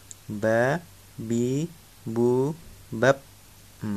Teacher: Berarti ditekan, ya. Jadi pelafatan huruf ba adalah ditekan, tidak keluar nafas.